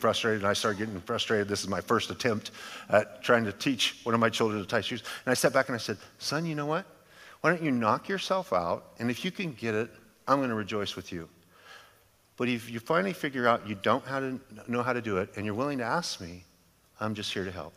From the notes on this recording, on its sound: a sermon delivered as part of The Beginning and The End Series at Godspeak Calvary Chapel in Newbury Park, California on July 29, 2023